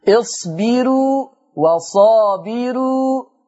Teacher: الراء مرققة نظرا لأن الراء مضمومة في اللفظين ومسبوقة بكسر أصلي · Term: ترقيق الراء